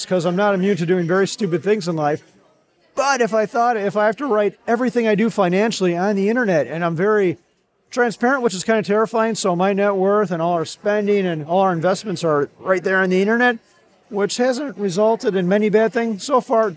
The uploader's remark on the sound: LIVE at FinCon